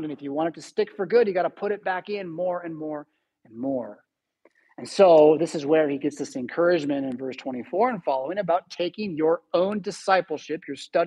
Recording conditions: large echoing room